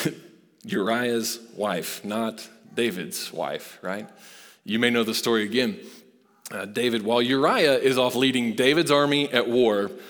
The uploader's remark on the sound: Recorded live at Long Hollow Church.